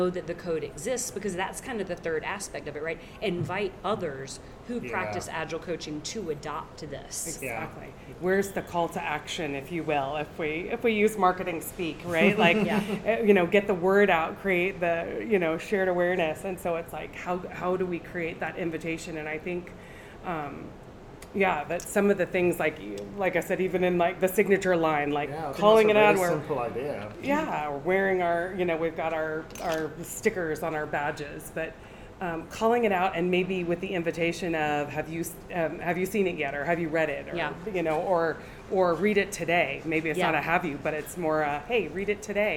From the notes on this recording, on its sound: This podcast episode was filmed at the Agile 2024 conference so please excuse the background noise that occurred during the recording.